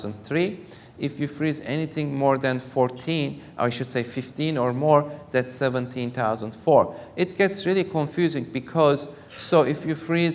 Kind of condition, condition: setting, live audience